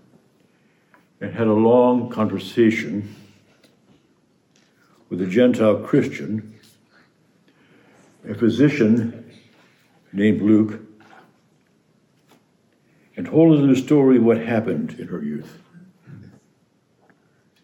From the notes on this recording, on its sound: preached this homily on the eve of the Feast of the Annunciation, March 24, 2022